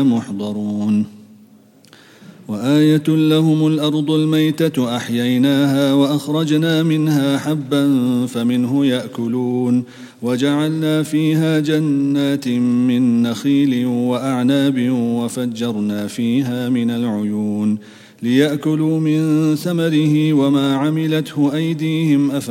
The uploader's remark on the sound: at the Houghton Masjid (West Street)